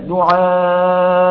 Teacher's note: فيسهل هذه الهمزة بين الهمزة وبين الضم بين الهمزة وبين الواو لأن حركة الهمزة مضمومة، يبقى التسهيل هنا لما تكون الهمزة مضموم بين الهمزة وبين